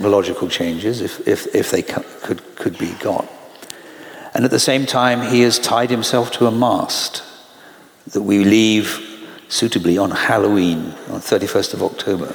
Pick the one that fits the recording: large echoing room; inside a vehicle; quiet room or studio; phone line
large echoing room